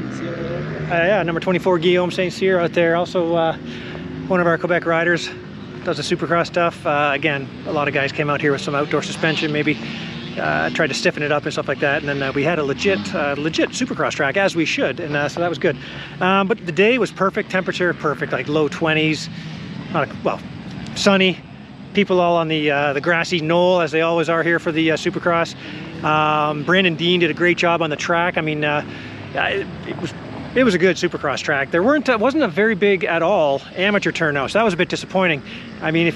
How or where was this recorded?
outdoors